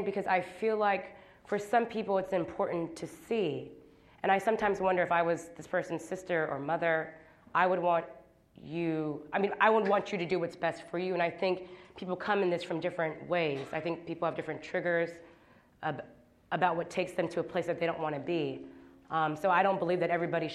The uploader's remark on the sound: At Kane Hall on October 12, 2016.